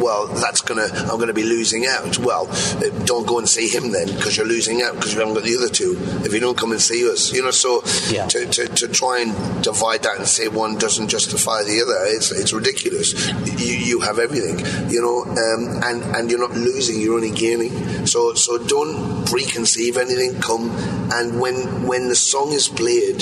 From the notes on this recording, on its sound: We travelled up to San Antonio for a show over 30 years in the making. Before the show, we were invited on the bus.